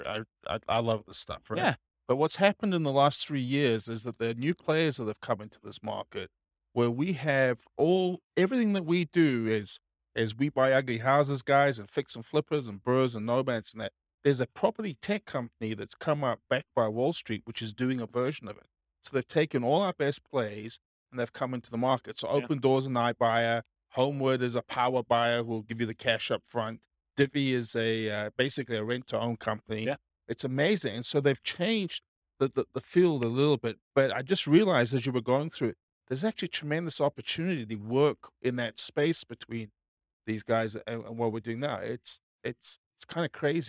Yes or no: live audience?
yes